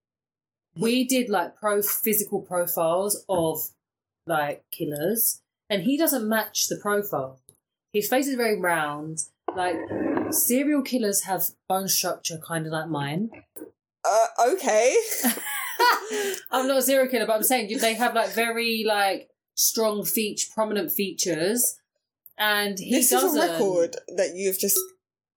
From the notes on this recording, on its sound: A pre-drinks fuelled 2nd recording (on the wrong microphone).